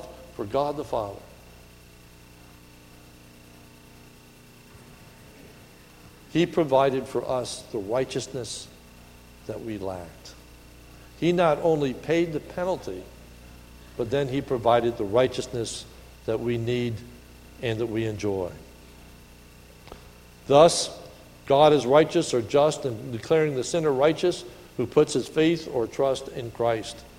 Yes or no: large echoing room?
yes